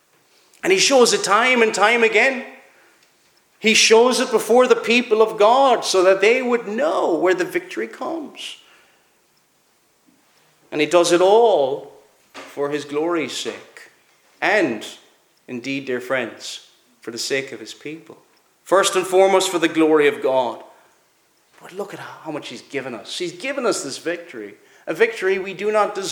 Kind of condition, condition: setting, large echoing room